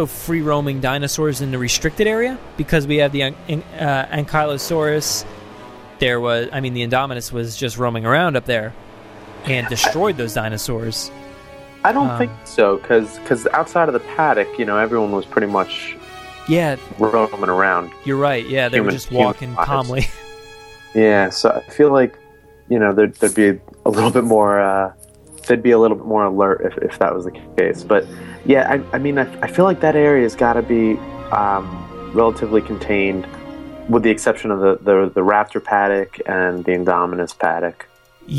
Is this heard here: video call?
no